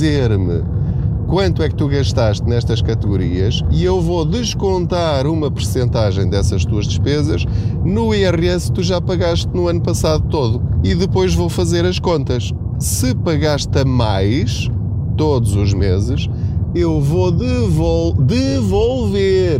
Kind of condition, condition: setting, inside a vehicle